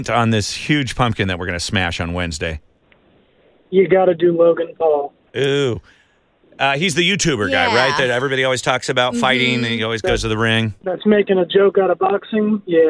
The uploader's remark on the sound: call into the Smiley Morning Show